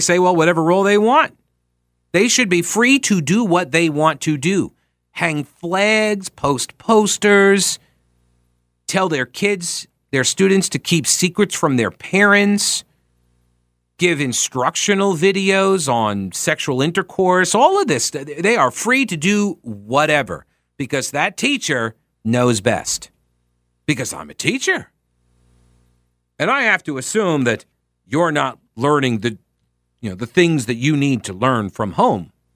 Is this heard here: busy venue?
no